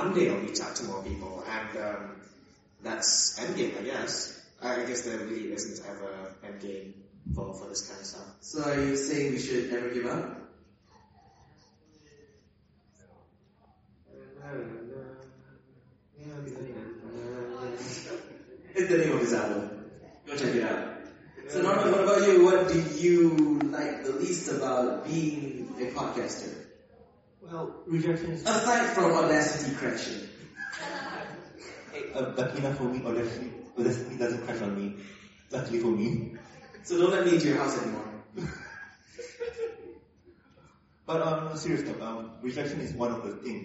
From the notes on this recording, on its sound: we head to SEAPony Con